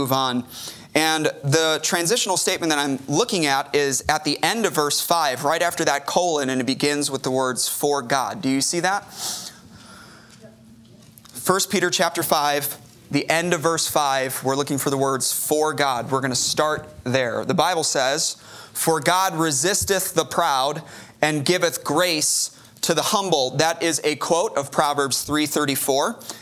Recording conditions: large echoing room